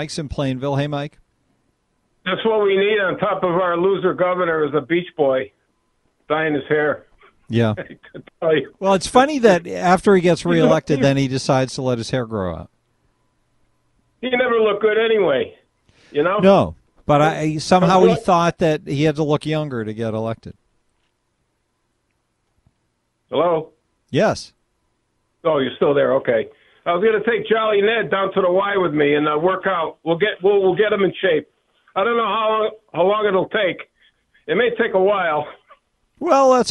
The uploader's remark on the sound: Rants and phone calls this hour